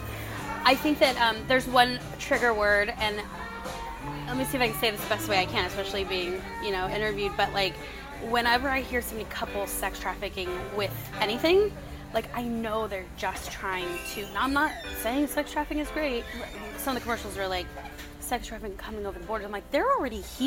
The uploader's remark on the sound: Apologies to listeners as the background noise was a little loud.